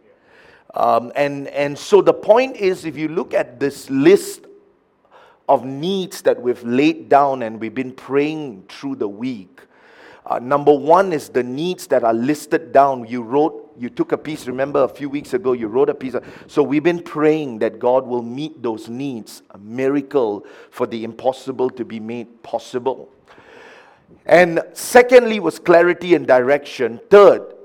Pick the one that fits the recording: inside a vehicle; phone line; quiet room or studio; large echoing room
large echoing room